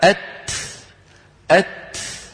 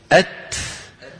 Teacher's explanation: فالهواء المتدفق بعد التاء سببه أنك فرجت عن التاء · Term: الهمس